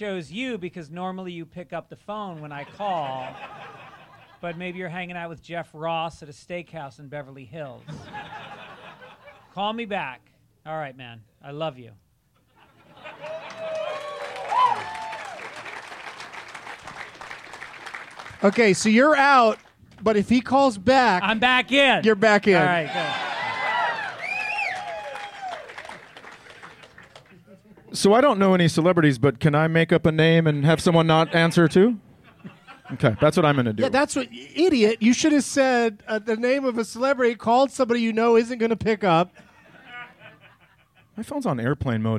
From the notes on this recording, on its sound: Live from Zanies Comedy Club in Rosemont